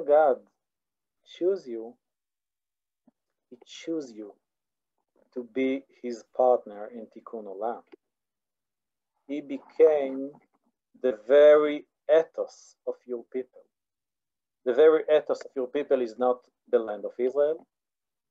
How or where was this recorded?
video call